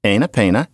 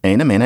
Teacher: Pretty soon it's going to be ana mena, because p and m are both pronounced with the two lips.